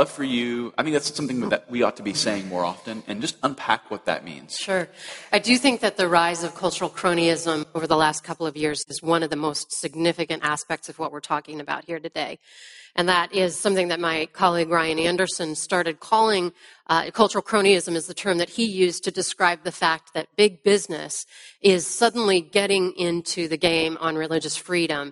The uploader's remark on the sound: At the ERLC National Conference